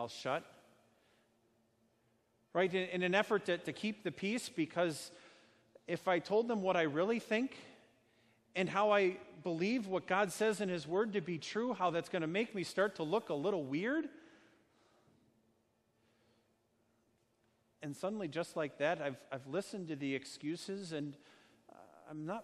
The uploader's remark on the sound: A sermon delivered at Our Savior Lutheran Church in Birmingham, AL, on Sunday, June 30, 2019.